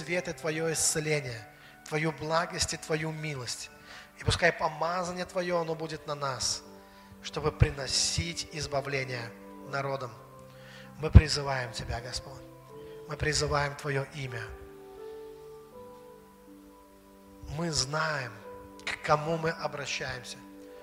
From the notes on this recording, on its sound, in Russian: Запись со служения церкви Дом Божий г. Великие Луки.